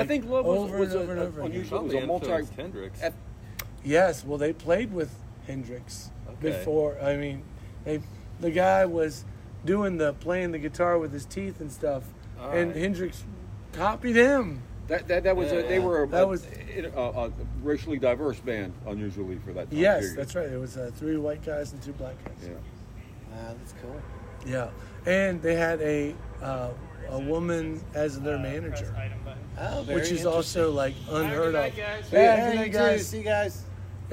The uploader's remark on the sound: We sat outside for this one!